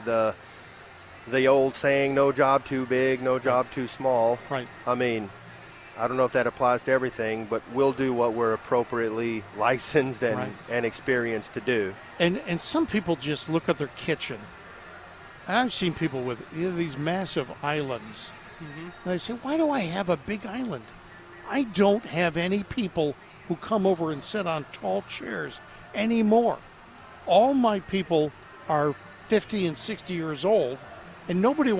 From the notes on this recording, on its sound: Live from the NC Pet Expo